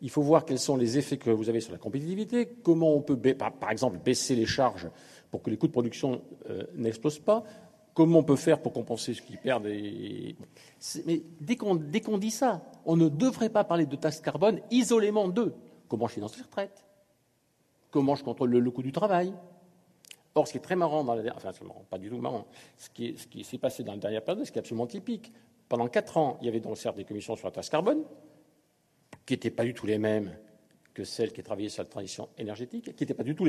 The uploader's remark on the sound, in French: Devant un public nombreux, La Fabrique Ecologique a inauguré. À la Mairie du 10ème arrondissement, un nouveau format d’événement : Les Controverses Ecologiques.